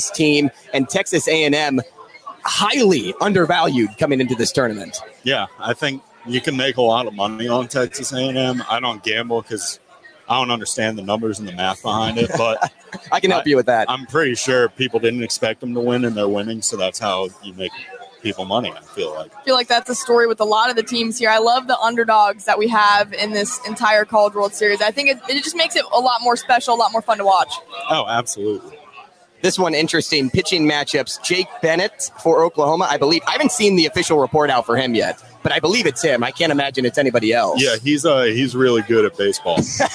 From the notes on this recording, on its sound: live at Lefty O'Tooles.